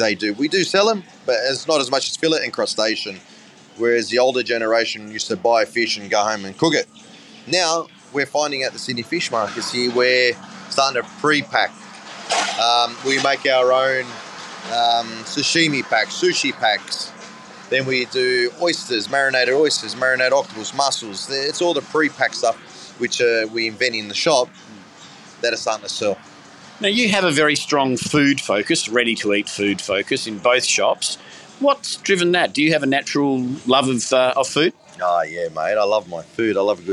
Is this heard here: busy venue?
yes